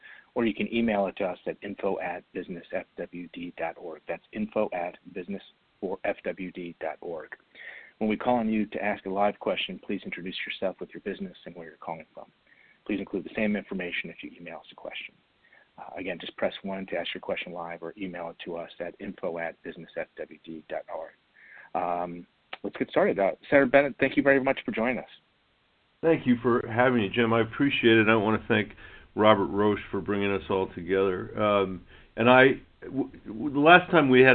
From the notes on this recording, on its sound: conference call with business leaders both from Colorado and across the country